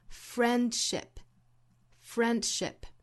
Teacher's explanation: 在单词之中的这个 d 的音不发出来，不是 friendship，而是读成 friendship.